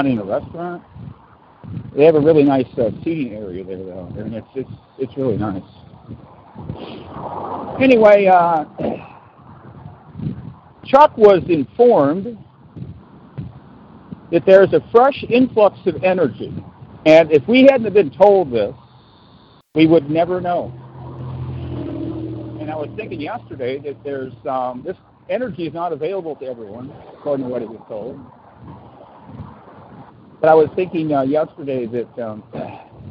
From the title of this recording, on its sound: Walking Home From Marlene's Health Food Store